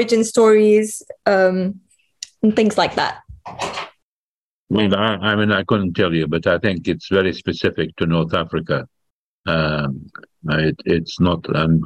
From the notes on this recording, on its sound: There is a moderated town-hall-style Q&A with questions coming from the live virtual audience on Zoom.